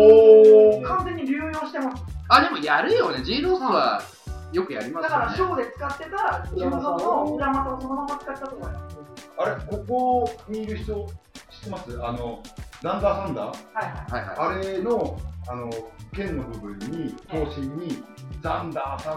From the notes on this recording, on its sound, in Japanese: 初回につき音声のバラつきは大目に見てくださいませ。